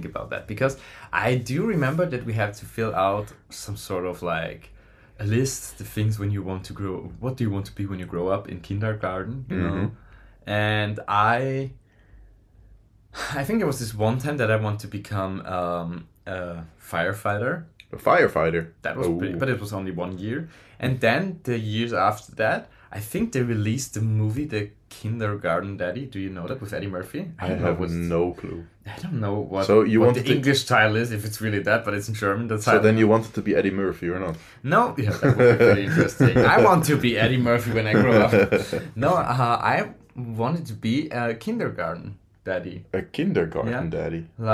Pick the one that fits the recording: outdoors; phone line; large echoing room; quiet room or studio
quiet room or studio